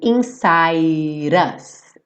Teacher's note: O inside, o E não vai ser pronunciado, e o D ficou rarara.